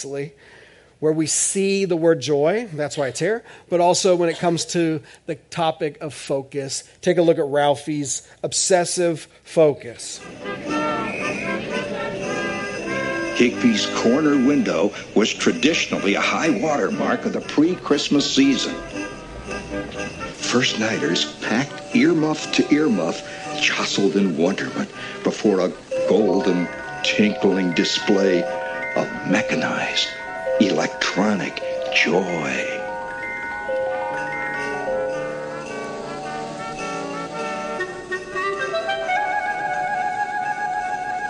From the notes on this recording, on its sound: This is audio ripped from the Live Service video.